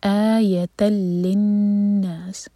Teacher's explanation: تا کو لام سے جوڑیں گے تو یہ ہے ادغام بغیر غنہ کا. اس کے بعد لام کو نون سے جب جوڑیں گے تو نون پر غنہ ہونا چاہیے، دو سیکنڈس کا ٹائم، اور یہاں رکیں گے تو نا چار ہر کا لمبا، اور آخر میں سین کی آواز واضح.